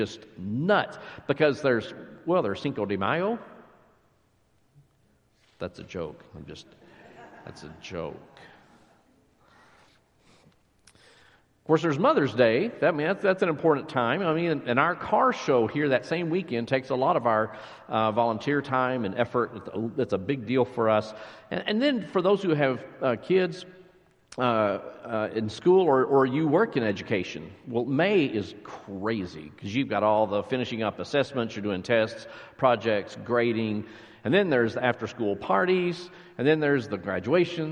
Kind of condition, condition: setting, large echoing room